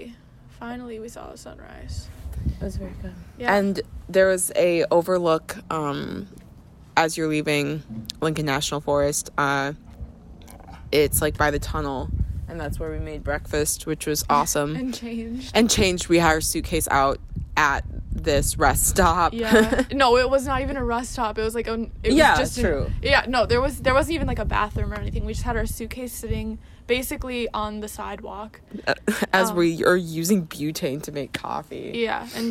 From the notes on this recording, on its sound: Join us while we sit outside.